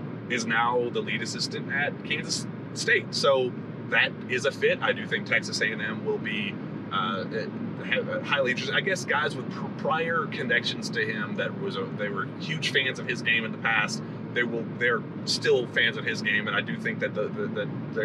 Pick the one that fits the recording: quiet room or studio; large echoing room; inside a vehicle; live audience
inside a vehicle